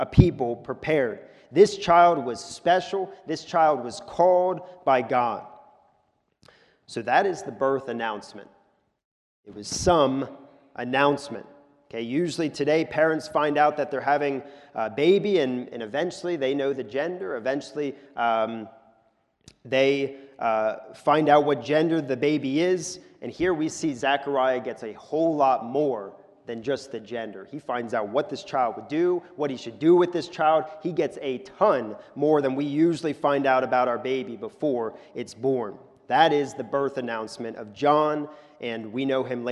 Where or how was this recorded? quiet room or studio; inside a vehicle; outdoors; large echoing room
large echoing room